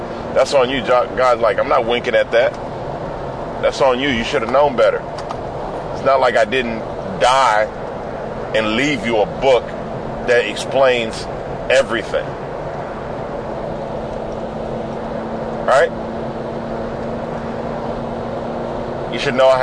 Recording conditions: inside a vehicle